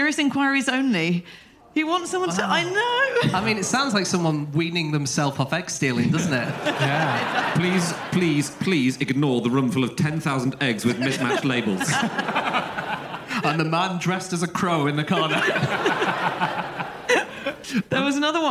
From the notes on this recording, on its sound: Live from Oxford